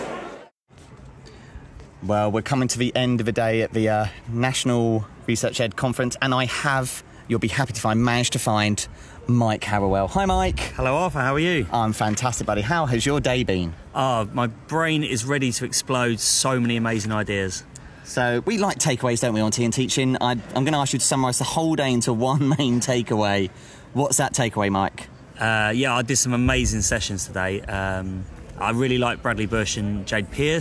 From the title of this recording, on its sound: LIVE from ResearchEd 2023